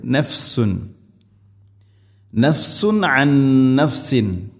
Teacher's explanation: തൻവീന് ശേഷം ഐന് ഇദ്ഹാർ ചെയ്യണം, അവിടെ വെളിവാക്കി ഉച്ചരിക്കണം